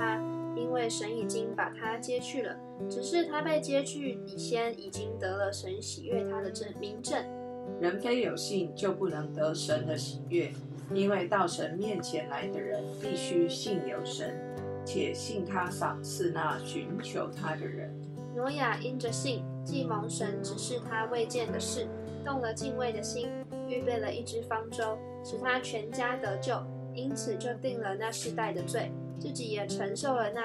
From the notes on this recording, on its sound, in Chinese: 今天換一個角度錄音，所以錄到許多刷刷刷的聲音，可惡啊！